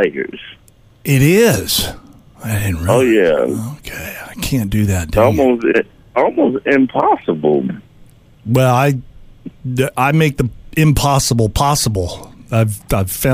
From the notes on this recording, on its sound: calls a tire shop